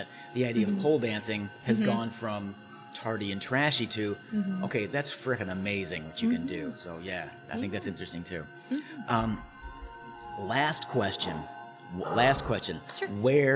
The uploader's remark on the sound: Recorded at our local coffee house (Espresso Royale at the Crossing if you must know)